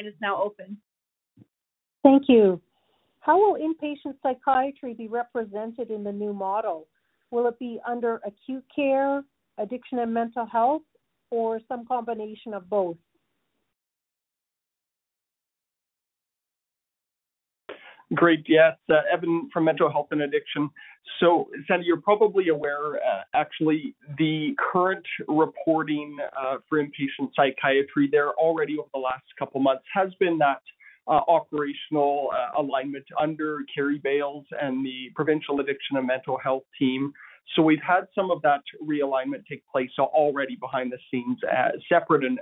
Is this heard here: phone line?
yes